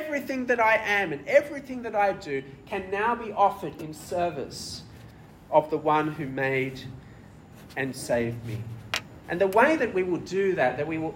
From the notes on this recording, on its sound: This sermon was preached at Penang International Church